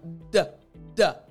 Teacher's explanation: the tip of my tongue is actually touching the roof of my mouth